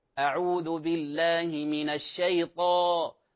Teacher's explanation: انتبهوا أخواني، كلمة أعوذ بالله من الشيطان، الطاء فيها تفخيم وكذلك إطباق، لكن ليس لشفتين علاقة بها